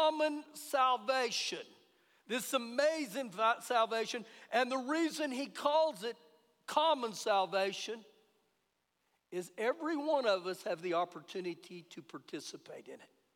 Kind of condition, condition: setting, large echoing room